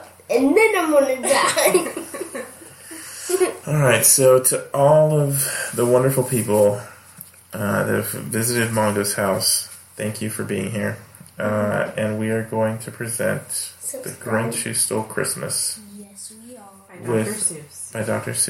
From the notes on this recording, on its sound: I apologize for the audio quality.